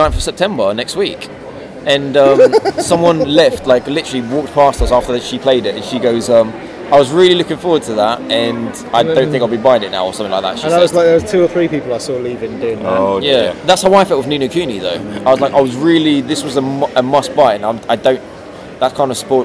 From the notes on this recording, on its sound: EGX 2017. Recorded directly from the Starbucks at EGX.